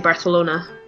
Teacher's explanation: In Spanish in Spain, they do tend to pronounce, especially in certain regions, pronounce their S's not as S, but more of a th sound.